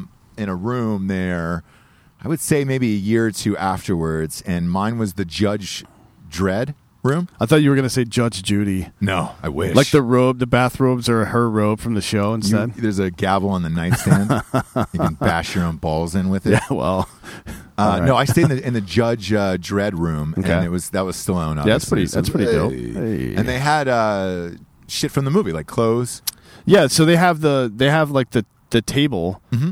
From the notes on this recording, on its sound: they stop in a picturesque park where couples are taking breathtaking wedding photos, and record one the most disgusting shows possible